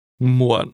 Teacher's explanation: This is pronounced with a low falling tone.